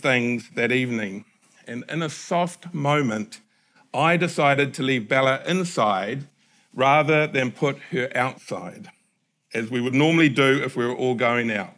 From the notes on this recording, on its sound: Recorded at the Hukanui Bible Church morning service on Sunday the 17th of December 2023 during the 10:00 am service.